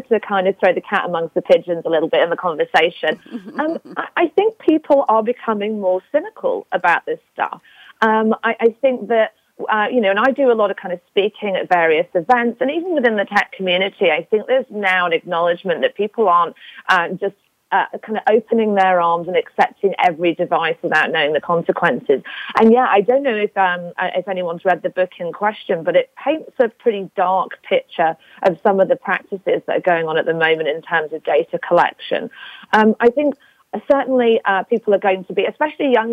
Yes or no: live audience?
no